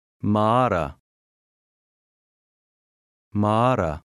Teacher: The second A is stressed and long.